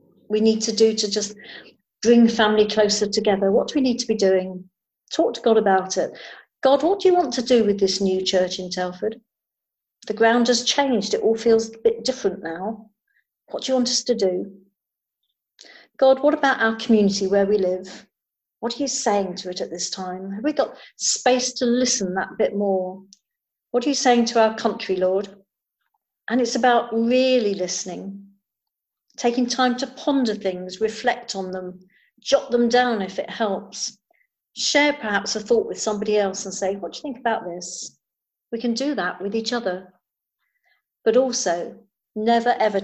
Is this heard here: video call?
yes